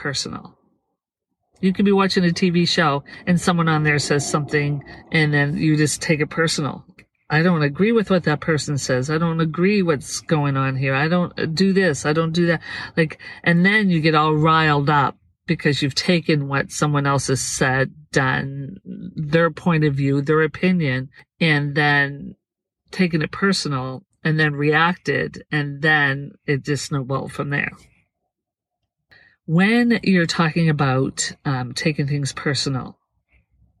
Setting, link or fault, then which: setting, inside a vehicle